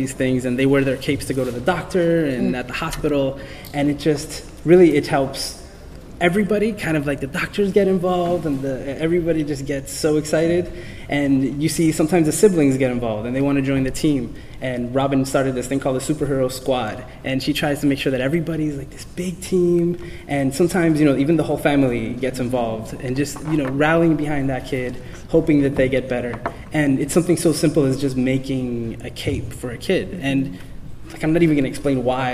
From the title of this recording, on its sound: Geek Therapy at SDCC 2013